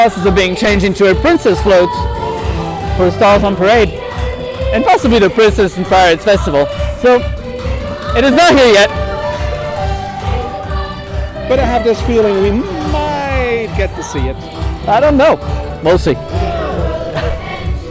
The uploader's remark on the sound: Live at the New Years Eve Parade rehearsals